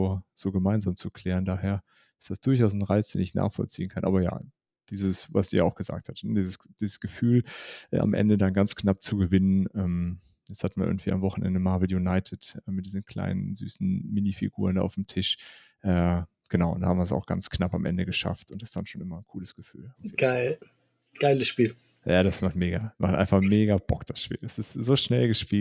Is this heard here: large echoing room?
no